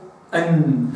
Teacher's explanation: فالنون تخرج من اللسان العريضة مع اللثة العليا